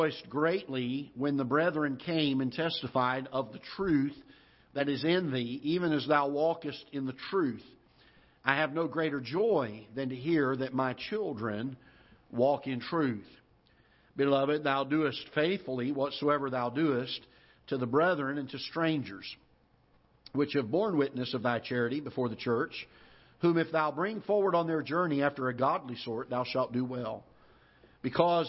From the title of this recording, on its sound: Ketha Heights Baptist Church ~ Live Broadcast